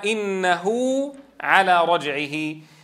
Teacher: فهنا الهاء متحركة، سبقت بمتحرك وبعدها متحرك، فتوصل بمقدار حركتين · Term: الصلة الصغرى